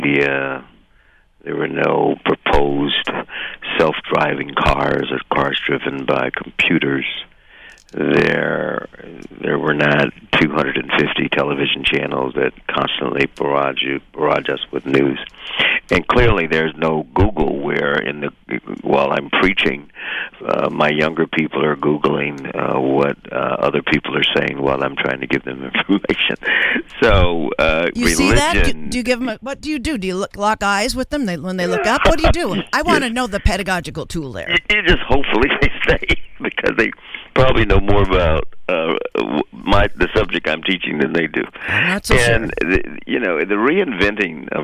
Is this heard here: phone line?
yes